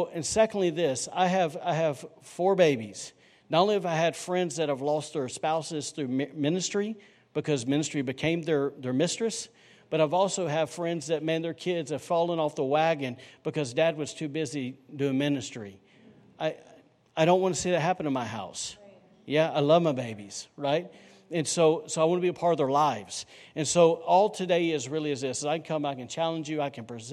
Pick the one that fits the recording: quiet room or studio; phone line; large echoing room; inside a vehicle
large echoing room